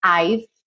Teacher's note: para o som no V, porque o E não é pronunciado